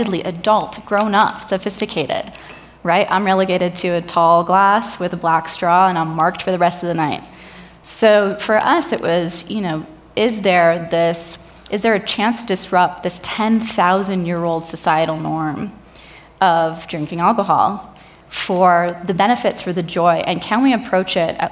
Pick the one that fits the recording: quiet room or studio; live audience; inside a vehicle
live audience